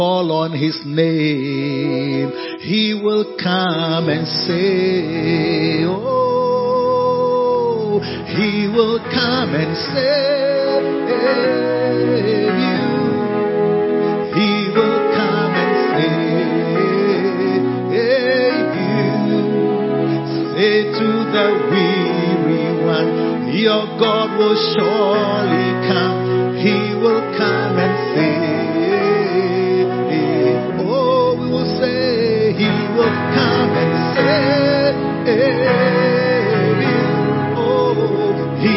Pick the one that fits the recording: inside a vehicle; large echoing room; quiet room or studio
large echoing room